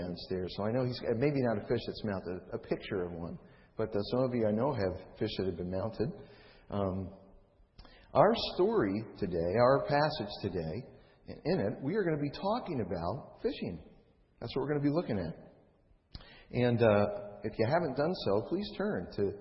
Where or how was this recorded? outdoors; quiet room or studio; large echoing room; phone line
large echoing room